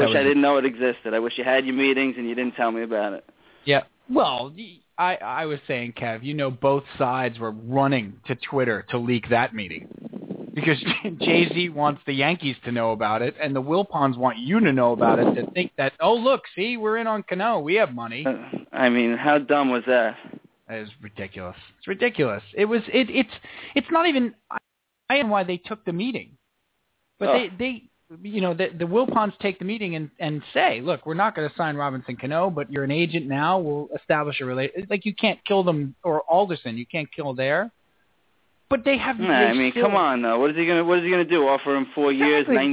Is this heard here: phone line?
yes